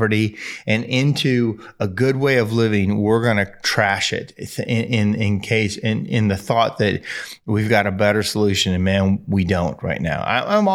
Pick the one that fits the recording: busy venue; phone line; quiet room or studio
quiet room or studio